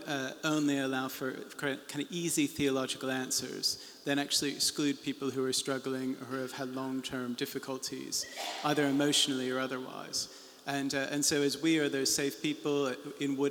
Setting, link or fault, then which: setting, live audience